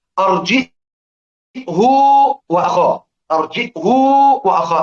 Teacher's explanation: جبت همز وجبت هاء مضمومة بالصلة